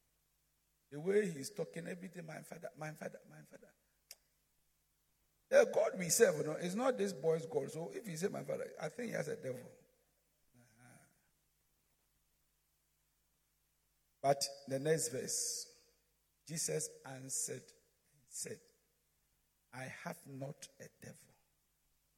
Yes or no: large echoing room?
yes